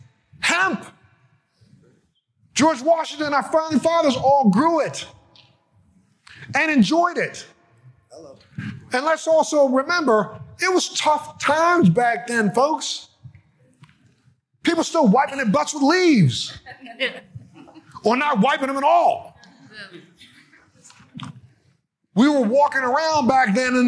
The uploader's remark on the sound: the keynote address at the Florida Medical Cannabis Conference on February 22, 2020